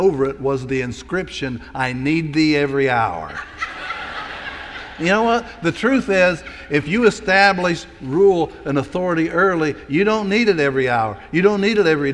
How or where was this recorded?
large echoing room